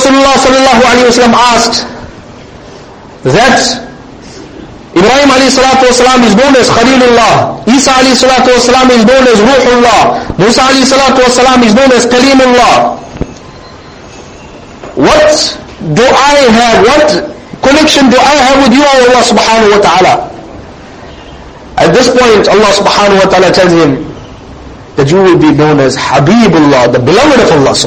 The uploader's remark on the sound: Jumuah lecture